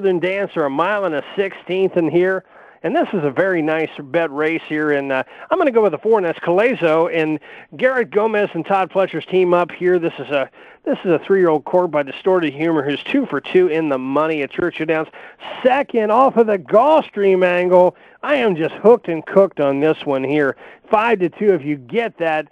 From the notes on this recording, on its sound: Will also call.